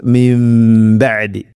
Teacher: സാക്കിനായ നൂന് ശേഷം ബ വന്നാൽ നൂനിനെ മാറ്റി മീമാക്കണം, അതാണ് ഇഖ്ലാബ്. അപ്പോൾ മിം ബഅദി, അങ്ങനെ മണിച്ചുകൊണ്ട് ഉച്ചരിക്കണം, മീമാക്കി മാറ്റി മണിക്കണം.